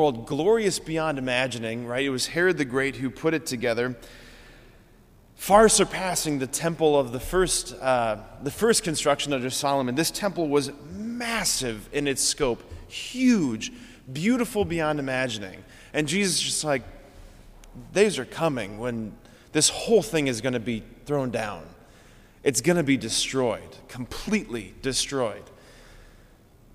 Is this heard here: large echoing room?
yes